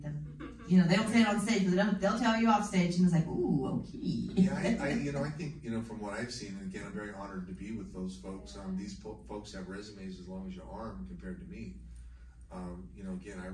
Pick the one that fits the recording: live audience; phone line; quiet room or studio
live audience